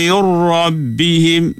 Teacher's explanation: Bila gunnah dan dia bersifat juga dengan sifat kamil sempurna masuk dia tu. Seolah-olah nun tu tak wujud. Seolah-olah nun tu tak nampak. Dia terlebur masuk di dalam huruf roh. · Term: idgham kamil